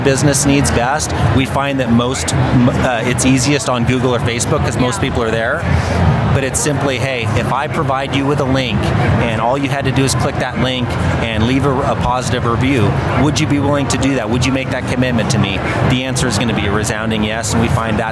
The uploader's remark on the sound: LIVE from the APTA Combined Sections Meeting in Denver, Colorado. Today, as you can probably hear in the background, it's a little bit louder than it normally is and that's because I am recording this live at the American physical therapy associations combined sections meeting in Denver, Colorado, which has about 15,000 plus people and I am currently in the exhibit hall.